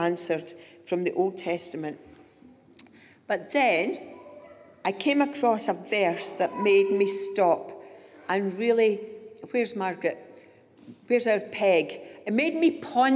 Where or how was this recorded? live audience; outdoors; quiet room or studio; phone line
live audience